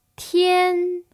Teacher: It's a high-pitched, level tone. 天, so you start off around the top of your pitch range and you just hold it there. 天, good heavens. · Term: first tone